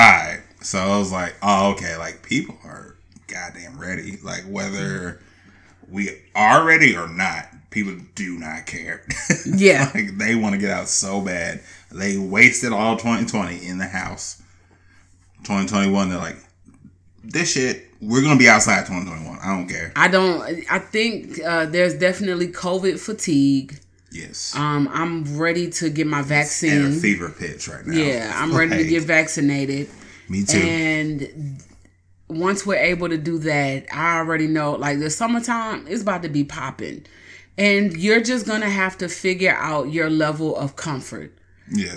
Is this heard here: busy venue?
no